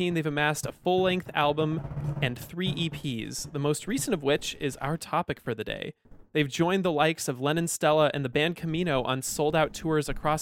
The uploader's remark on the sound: Live from their tour bus in a Chicago strip mall